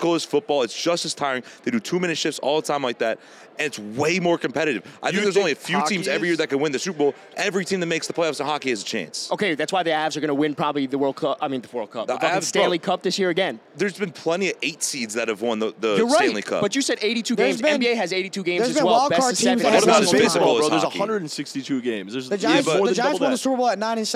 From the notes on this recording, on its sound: Live from Radio Row at the Super Bowl